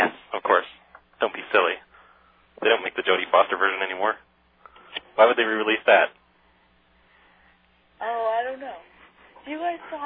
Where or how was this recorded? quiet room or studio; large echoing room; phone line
phone line